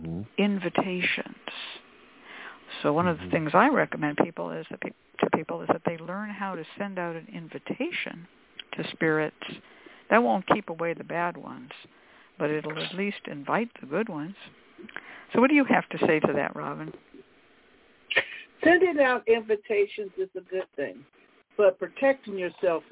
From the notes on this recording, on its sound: The Lucky Mojo Hoodoo Rootwork Hour is a real, live call-in show where the general public gets a chance to ask about actual problems with love, career, and spiritual protection. We begin this show with a Discussion Panel focussed on the topic of their choice.